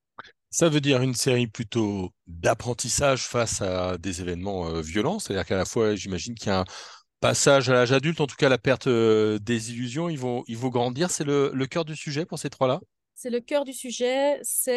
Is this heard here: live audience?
no